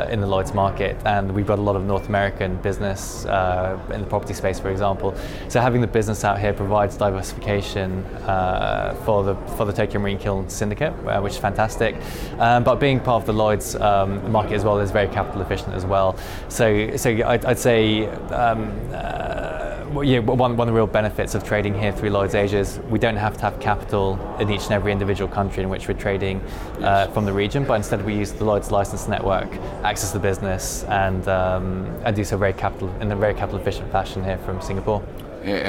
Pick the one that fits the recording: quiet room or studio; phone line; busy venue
busy venue